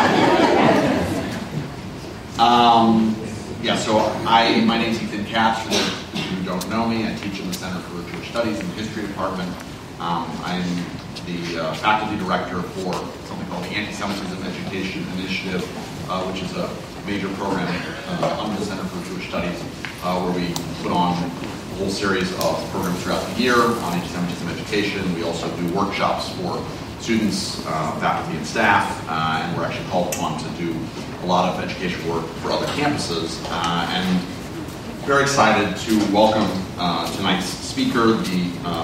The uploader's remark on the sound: during the Center for Jewish Studies' Annual Pell Lecture on March 15.